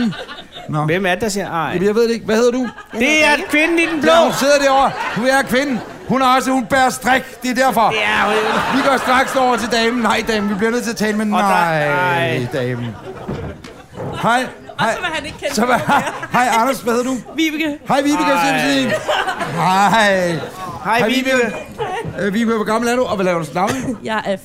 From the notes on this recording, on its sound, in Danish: Er landet i et meget sneklædt Vordingborg. Her sender de afsnit 57 i ly af Gåsetårnet – LIVE på spillestedet STARS.